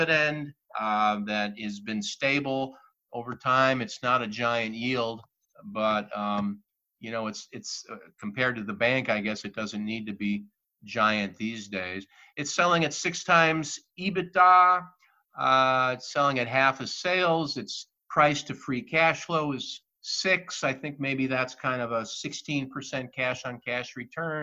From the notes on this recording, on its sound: Test Show with Zoom.